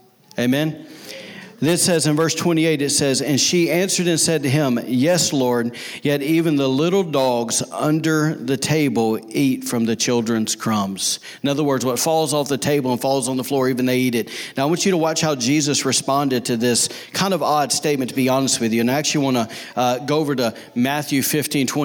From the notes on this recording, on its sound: recorded on Sunday, May 12, 2019, during service at The Anchor Church in Rockport, Maine